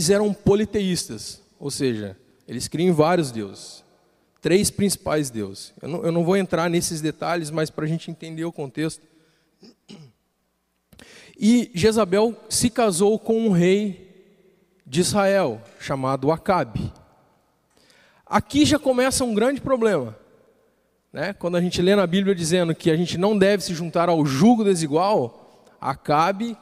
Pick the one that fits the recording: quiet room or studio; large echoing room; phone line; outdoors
large echoing room